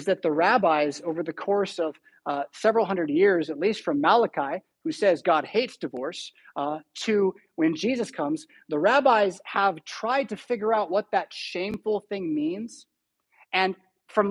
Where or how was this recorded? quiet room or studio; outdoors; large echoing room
large echoing room